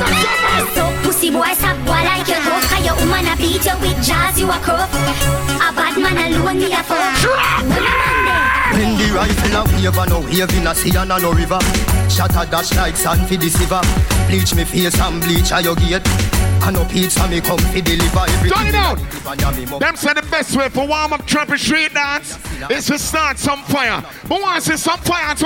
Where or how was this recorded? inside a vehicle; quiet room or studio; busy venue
busy venue